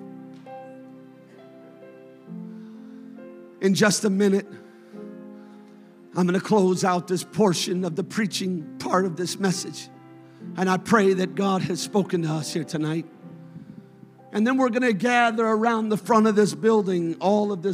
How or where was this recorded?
large echoing room